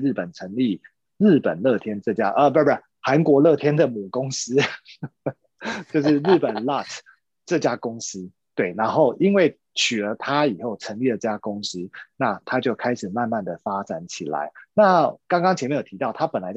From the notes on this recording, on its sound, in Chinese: 因為這一集是採遠端錄音，所以收音品質與平常節目聲音明顯有差異喔～